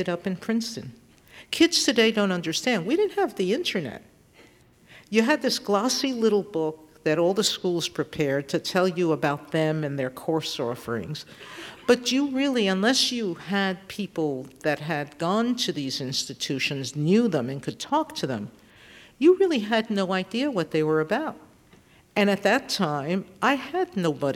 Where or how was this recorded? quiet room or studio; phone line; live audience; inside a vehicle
live audience